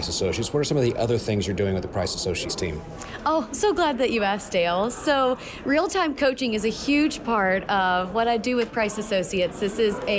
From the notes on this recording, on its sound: live from the TTI Success Insights Conference